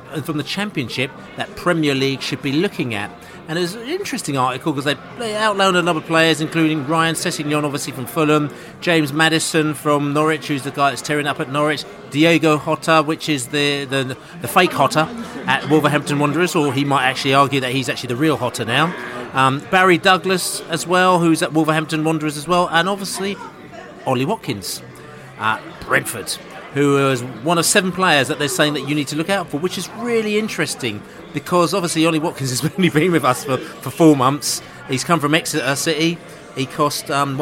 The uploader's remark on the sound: pre-match podcast from the pub